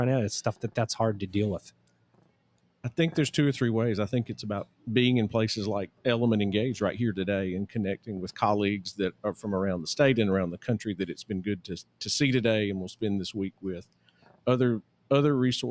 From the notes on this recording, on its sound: LIVE From Element451's 2023 ENGAGE Summit. Recorded LIVE from Element451's 2023 ENGAGE Summit in Raleigh, North Carolina.